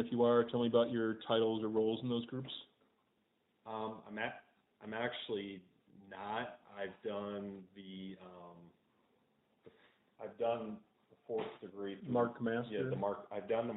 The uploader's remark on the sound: This interview series began without dedicated microphones so some of the early interviews can be a little hard to hear.